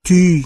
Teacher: Ư phát âm như y nhưng tròn môi